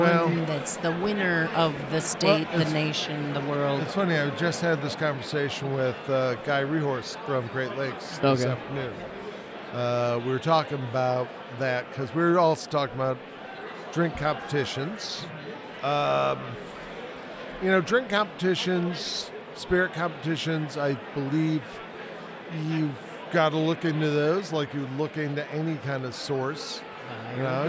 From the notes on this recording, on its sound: live at Wisconsin Whiskey Fest